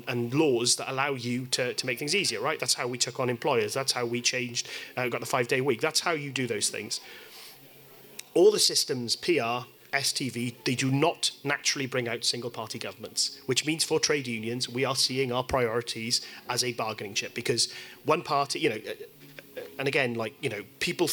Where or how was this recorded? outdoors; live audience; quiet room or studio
live audience